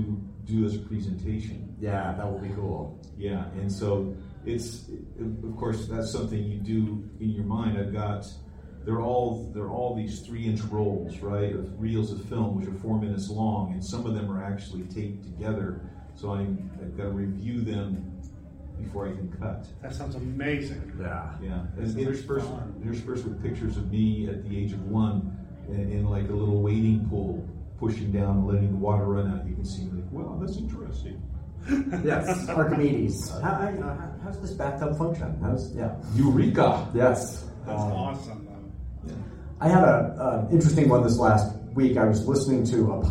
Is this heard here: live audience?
yes